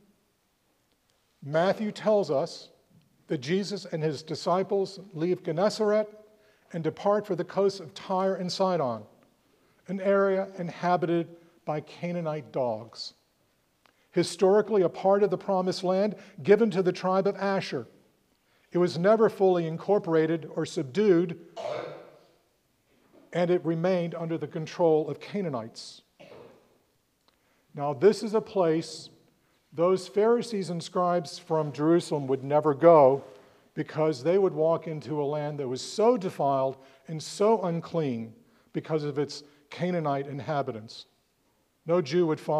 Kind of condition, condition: setting, large echoing room